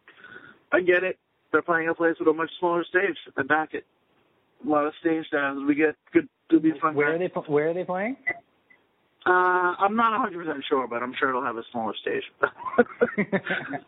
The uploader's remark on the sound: talked on the phone with me while I navigated the highways & byways of Long Island